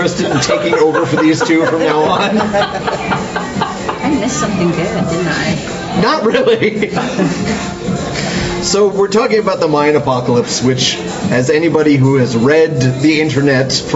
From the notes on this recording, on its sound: Live and uncut from The Lion and Rose. No internet access WTF Lion and Rose. Oh my is it loud in there. Dogs got nothing on pubs, man.